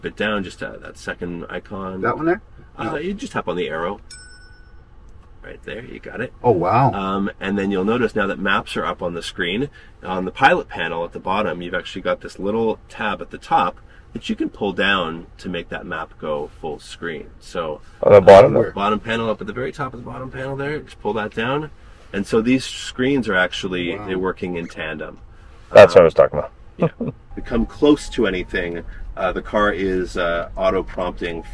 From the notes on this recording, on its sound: "LIVE" at the Vancouver showroom.